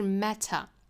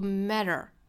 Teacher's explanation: 中间这个字母 T 呢，爆破送气是十足的，尾音呢是一个 schwasound · Shown in: first take · ，是一个这样的元音，所以英音的话是 matter，美音会读 matter。那这里字母的 T 呢会发 flapT，会发成一个弹舌音，并且尾音会卷舌，所以美音的话是 matter。No matter how the windhowls，后面的这个 howl 就是 H-O-W-L，它里面的元音呢是一个 ow 的元音，跟后面半句的 bow 是一样的，都是 ow 这个双元音。我们要注意不要简单发成汉语的